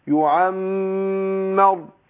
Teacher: شوف صوت الراء يعمر. يبقى أنا الميم خدت غنة حركتين ورحت داخل على تفخيم الإيراء يعمر هكذا.